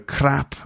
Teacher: It's not like a full-on rolled R. It's just once.